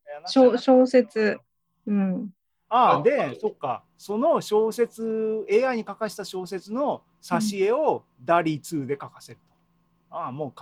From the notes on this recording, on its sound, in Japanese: ２０２２年６月２９日に開催した ZOOMライブの模様です